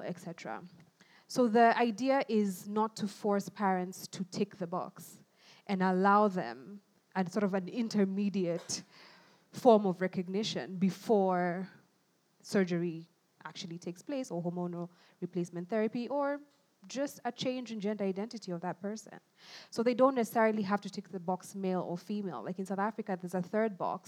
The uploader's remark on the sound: Our first ever live recording of The Spread